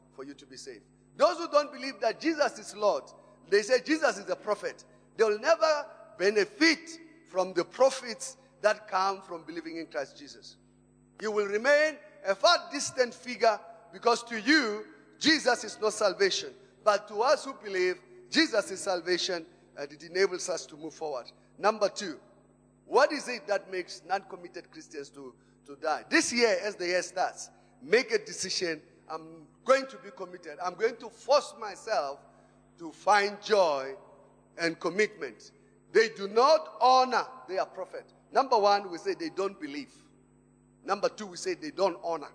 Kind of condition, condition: setting, large echoing room